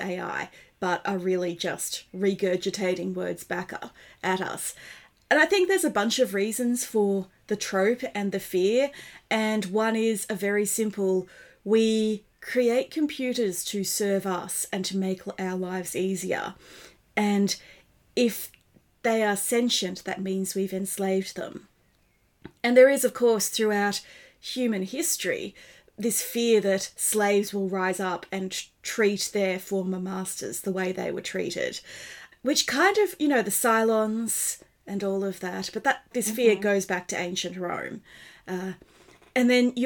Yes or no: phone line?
no